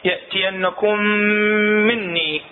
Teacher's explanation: مني ميم متحركة ايش راح نسوي نخليه الميم وحدة مشددة مع الغنة